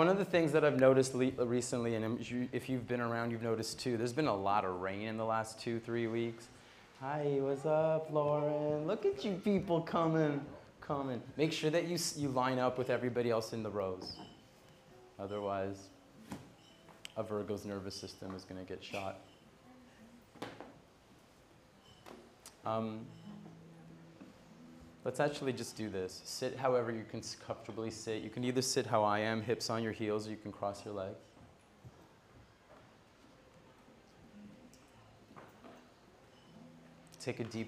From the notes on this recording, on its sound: Live Music Vinyasa. Recorded live from Bali.